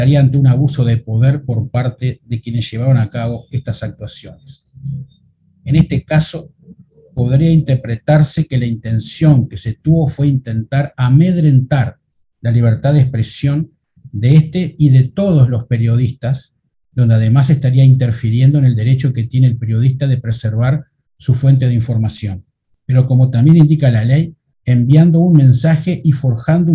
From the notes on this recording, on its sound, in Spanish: Mesa Redonda Virtual